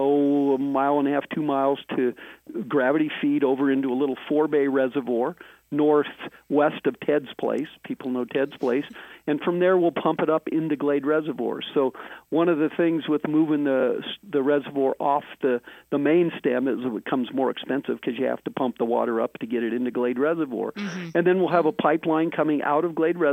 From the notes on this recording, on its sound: In this episode we are doing a phone interview.